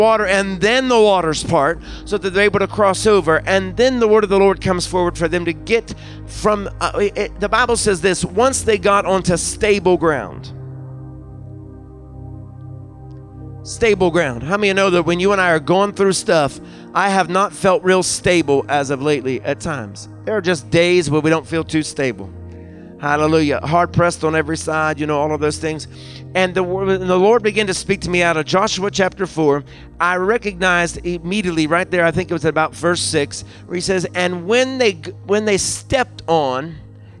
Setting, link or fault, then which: setting, large echoing room